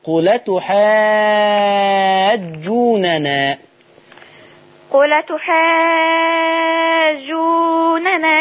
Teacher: أولا إحنا عندنا حكم اسمه النقل. بنشيل الهمزة وناخد الحركة اللي على الهمزة نحطها على اللام